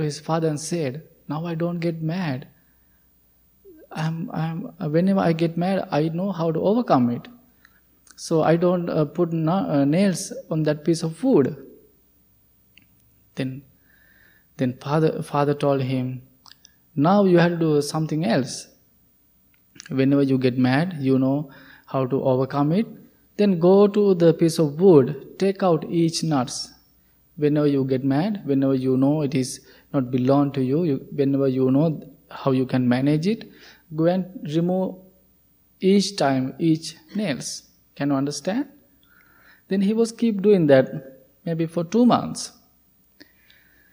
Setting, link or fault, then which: setting, large echoing room